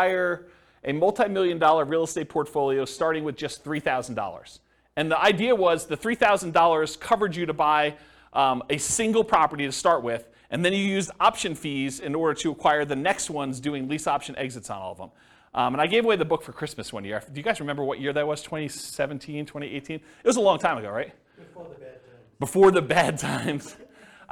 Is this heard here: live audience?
yes